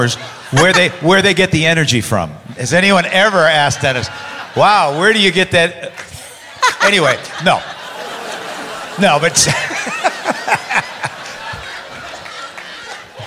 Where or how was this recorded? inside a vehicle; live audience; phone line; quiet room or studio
live audience